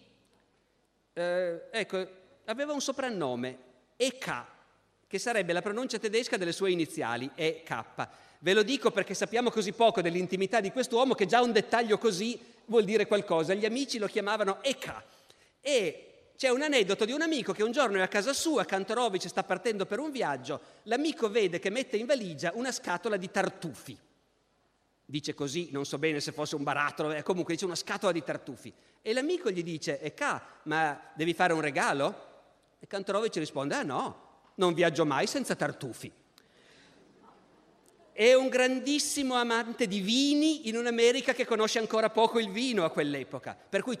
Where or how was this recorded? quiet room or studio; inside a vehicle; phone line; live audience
live audience